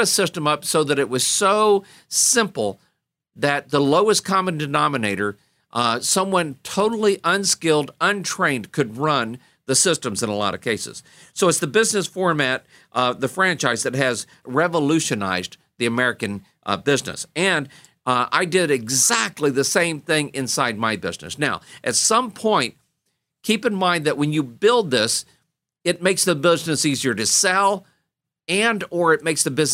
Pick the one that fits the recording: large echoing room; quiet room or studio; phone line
quiet room or studio